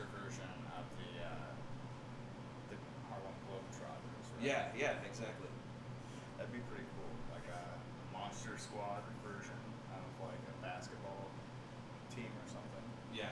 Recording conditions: poor sound quality